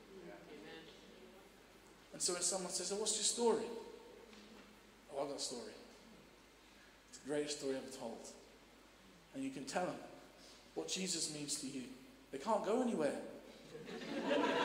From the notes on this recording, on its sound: Streamed live at St Paul's Shadwell